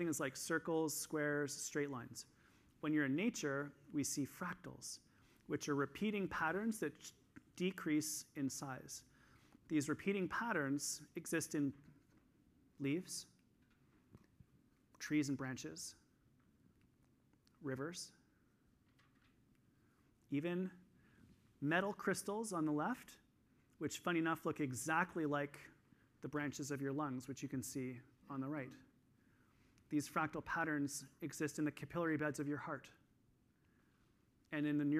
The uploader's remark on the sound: This week I'm sharing the second session that I did at the EPIC Conference in Toronto in December of 2022.